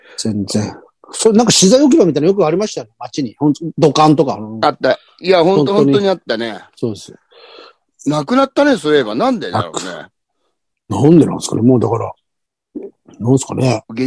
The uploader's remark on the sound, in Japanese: ZOOMより配信